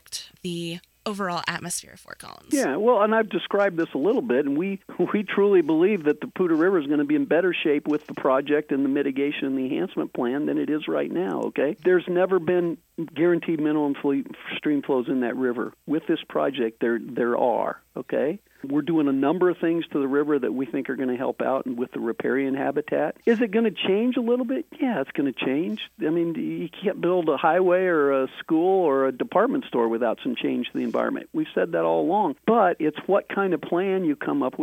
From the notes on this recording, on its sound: In this episode we are doing a phone interview.